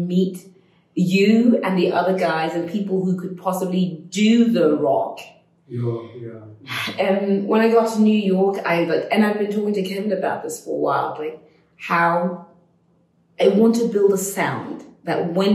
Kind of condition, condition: fault, echo